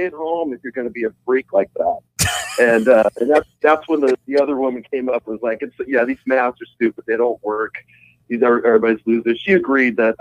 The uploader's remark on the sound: call in to tell a story